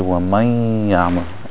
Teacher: When you pronounce the word waman yaman, we say waman yaman, and that nasal sound is coming from the nasal cavity. So two letters, they have the nasal sound, the noon and the meen. · Term: ghunna sound